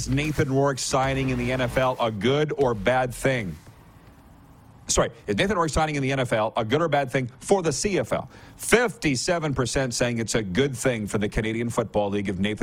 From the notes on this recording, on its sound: LIVE from the CFL's Winter Meetings in Kananaskis, Alberta